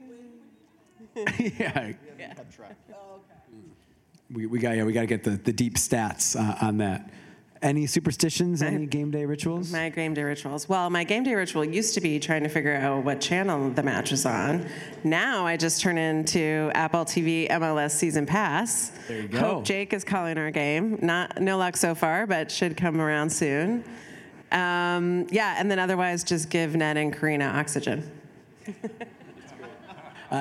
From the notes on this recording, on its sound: This episode was recorded in front of a live audience of Sport Oregon members at Wieden + Kennedy as part of a Sport Oregon Chalk Talk.